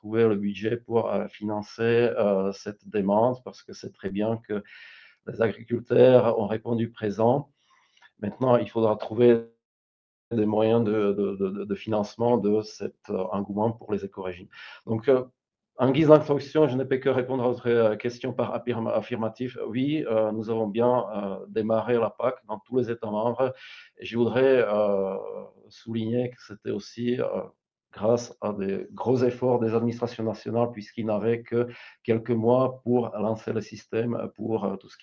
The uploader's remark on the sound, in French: Réécoutez cette conférence virtuelle organisée par Euractiv.